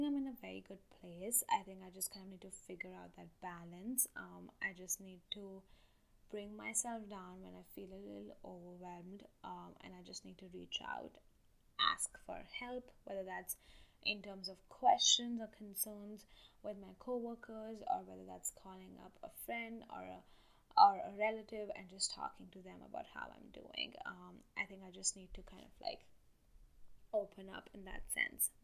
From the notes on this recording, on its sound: This episode is a solo one. The audio is a little poor in the episode.